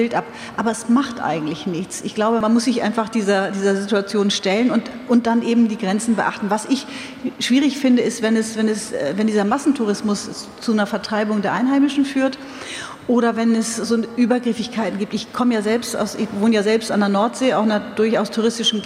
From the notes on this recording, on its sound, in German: Calvadosgelee auf der Buchmesse. Das alles live auf der Frankfurter Buchmesse. Das Quiz, mit Publikumsbeteiligung, strotzt vor herrlich unnützem Partywissen.